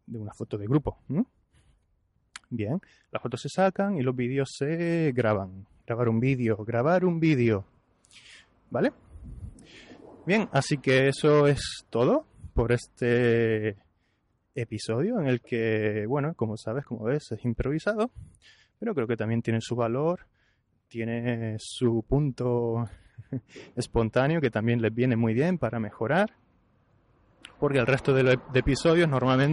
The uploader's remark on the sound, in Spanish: Estoy en la calle –no sé si lo notarás por el ruido. Estoy en la calle haciendo un par de vídeos para la página, para las redes sociales. Ya que estoy grabando diferentes cosas y tengo la grabadora aquí conmigo, pues voy a intentar grabar un episodio improvisado.